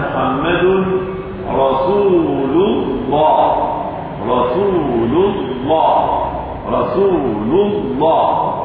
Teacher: الكلمة هي لفظ الجلال الله الذي يقع قبله مضموم أو مفتوح. إذا وقع قبله مضموم مثل قوله تعالى محمد رسول الله، رسول الله. اللام في هذه الحالة مفخمة مغلظة. لماذا؟ لأنه قد وضع قبلها ضم.